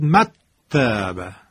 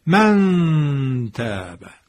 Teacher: به اصطلاح میگن نون مخفی میشه دیگه، از مخرج خودش در دهان اجرا نمیشه بلکه مخفی میشه · Shown in: second take · Term: اخفا